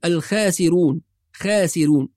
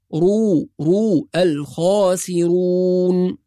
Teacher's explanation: وكلمة الخاسرون، بعض الناس يرقق الخاء فيقول الخاسرون، خاسرون، وهذا خطأ، فالخاء دائما مفخمة، أيضا الراء المضمومة مفخمة · Shown in: second take · فلا نقول خاسرون وإنما رو، رو، الخاسرون.